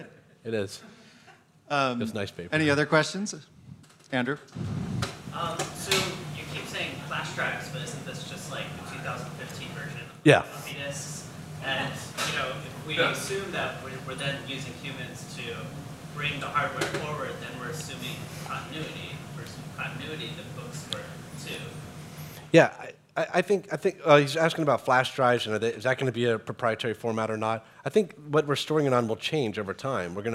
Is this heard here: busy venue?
yes